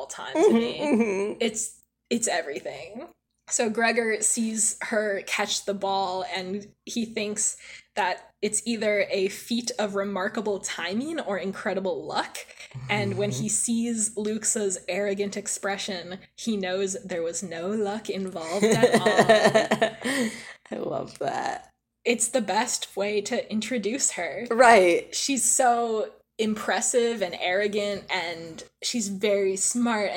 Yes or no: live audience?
no